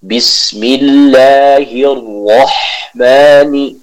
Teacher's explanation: Jadi pada basmalah kita bisa menjelaskan huruf H-nya. Huruf H yang keluar dari tenggorokan bagian tengah.